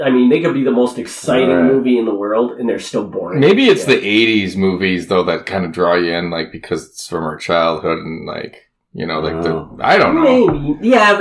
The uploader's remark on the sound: I have been experiencing some audio Issues so the audio did not turn out great in this episode, but should be fixed in future episodes.